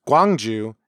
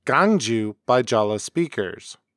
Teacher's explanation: Jeolla speakers have the tendency to pronounce only the second vowel in a diphthong · Shown in: second take · A diphthong is the sound that's formed by combining two vowels into a single syllable.